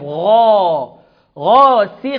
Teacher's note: ومن شر غاسق، غاسق الخاء، عفوا الغين في أعلى درجات التفخيم لأنها مفتوحة بعدها ألف. غا، غاسق، والقاف هنا في أقل درجات التفخيم لأنها مكسورة